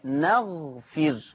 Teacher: حفص يقرأ بفتح النون وسكون الغين وكسر الفاء